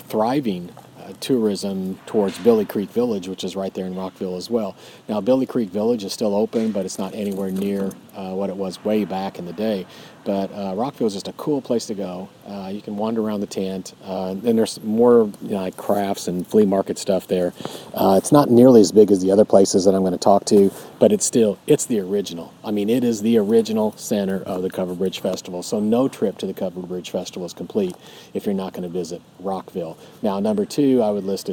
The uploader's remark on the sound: Recorded live from a campsite at Raccoon Lake State Recreation Area.